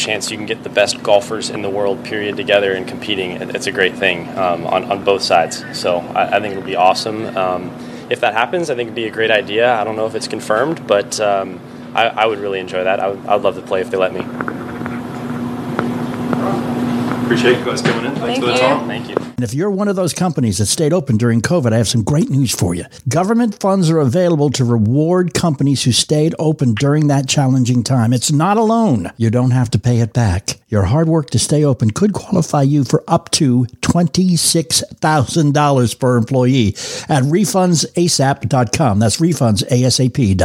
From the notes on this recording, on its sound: Team Interviews "LIVE" from Naples, FL at The QBE SHOOTOUT